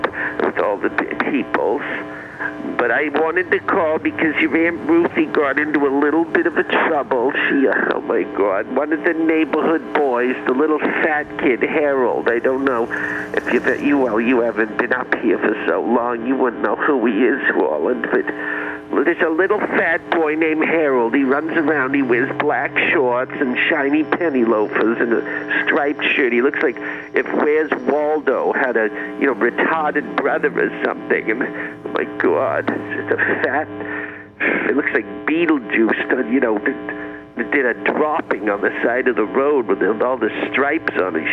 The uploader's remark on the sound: Phone talk.